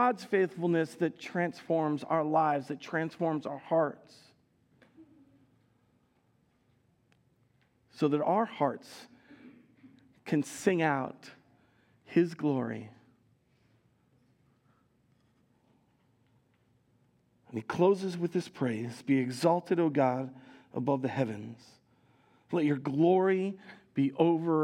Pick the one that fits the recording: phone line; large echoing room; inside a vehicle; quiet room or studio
large echoing room